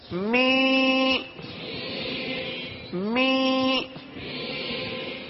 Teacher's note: دیکھیں ناک میں آواز لے جائیں گے زیر کی آواز نکالیں گے